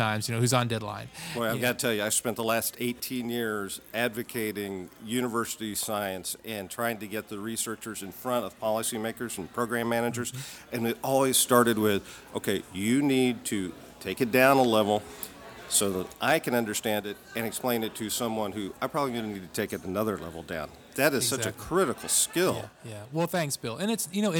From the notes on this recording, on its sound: He joins us at Siné Irish Pub in Arlington, VA. At Siné Irish Pub in Arlington, VA.